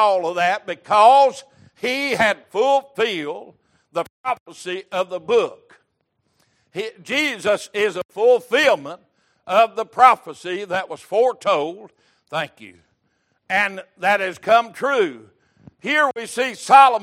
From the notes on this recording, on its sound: Recorded May 17, 2023 - Wednesday Evening Service